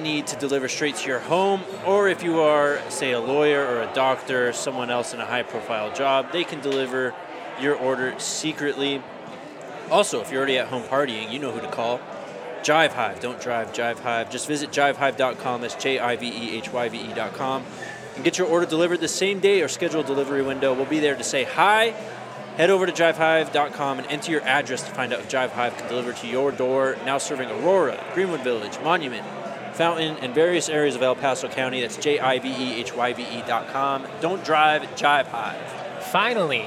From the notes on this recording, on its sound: Live from Breckenridge Brewery.